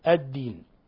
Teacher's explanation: لام شمسية مدغمة، يعني اللام أدغمت في الدال، الدين، بخلاف القمر هذه لام قمرية، فهذه مثال للام الشمسية يعني اللام المدغمة.